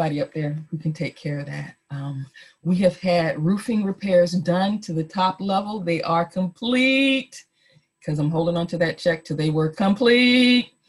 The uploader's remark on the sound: Our zoom streamed service